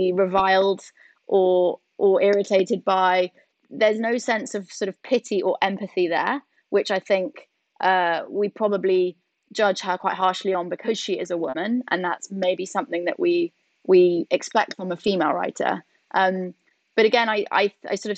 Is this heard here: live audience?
no